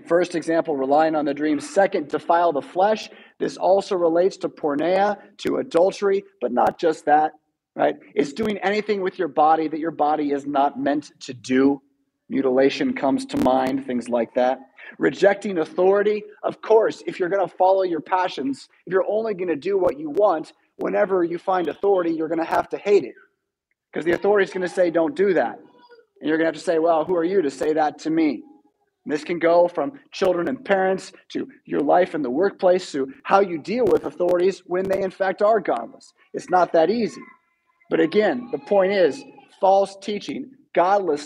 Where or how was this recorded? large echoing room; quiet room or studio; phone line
large echoing room